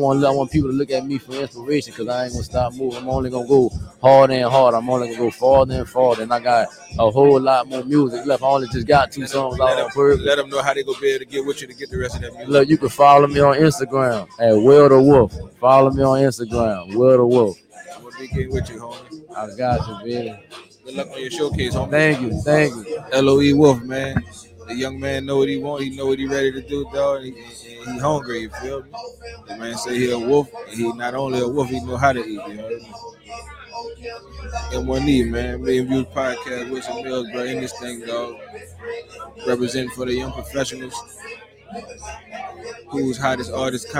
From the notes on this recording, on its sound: MillionViewzPodcast Live from YP Movement/97.7FM Radio Who's Hot Artist Showcase. Live on location from Floating Island in East New Orleans.